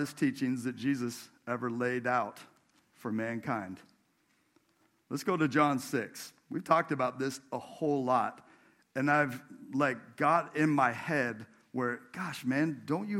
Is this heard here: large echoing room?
yes